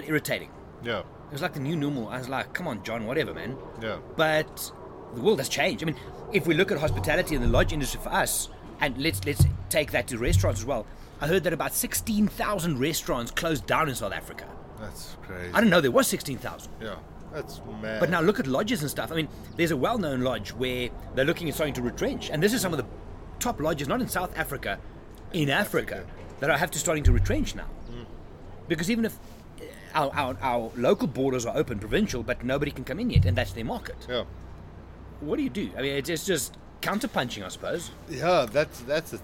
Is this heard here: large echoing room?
no